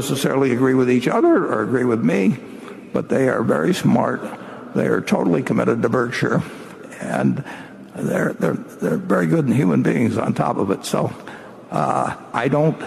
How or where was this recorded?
live audience